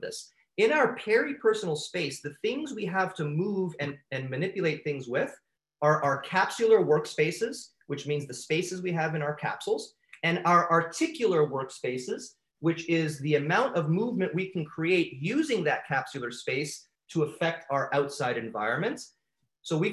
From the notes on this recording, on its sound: In this episode, I had the privilege of speaking at the Royal College of Chiropractic Sport Sciences of Canada (RCCSS) Move 2020 Virtual Conference